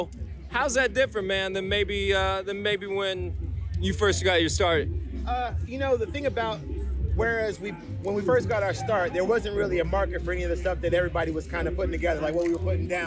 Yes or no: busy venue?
yes